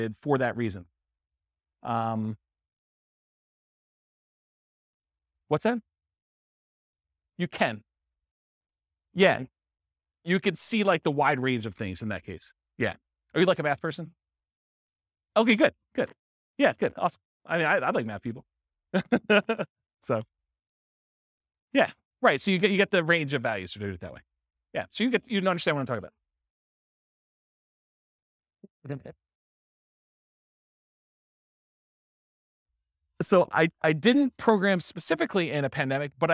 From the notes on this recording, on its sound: This was a live class recorded.